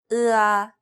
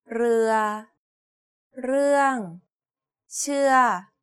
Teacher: It's identical to the previous one, except the first vowel is pronounced longer